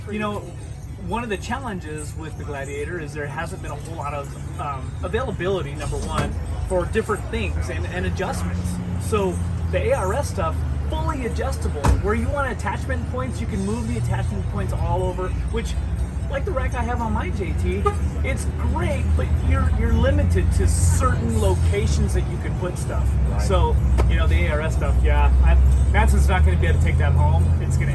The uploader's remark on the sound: Easter Jeep Safari 2021 - Checking out the Jeep Booth. The crew decided they should go record the podcast at the Jeep booth after having an outstanding breakfast at the Canyon’s Waffles & Steak house. Which did a phenomenal job of capturing the video and ALL the sounds… including lots and lots of ambient sounds from the traffic just 10 feet away.